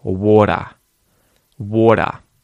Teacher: with the T in water, there's a vowel either side of it, a vowel sound, and so you can turn that T into a T flap